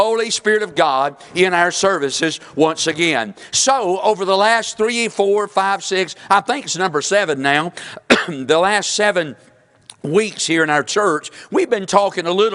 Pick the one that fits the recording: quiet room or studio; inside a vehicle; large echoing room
large echoing room